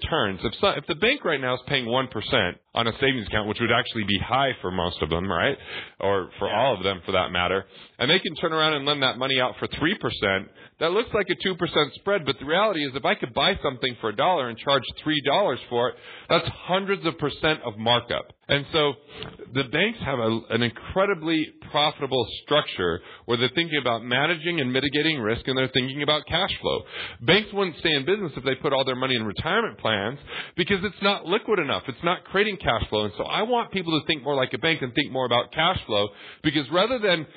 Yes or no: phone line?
yes